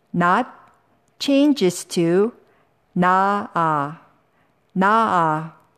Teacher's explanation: Verbs that end in 시옷, drop the 시옷 before endings that begin with a vowel. · Term: S irregular verbs